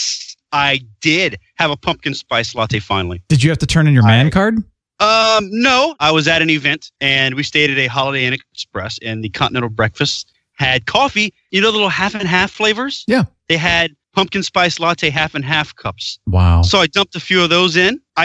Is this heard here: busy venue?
no